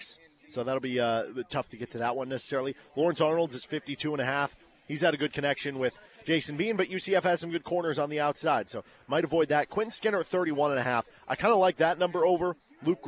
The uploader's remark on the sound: live at Big Mill ahead of KU vs UCF football on 10/7/23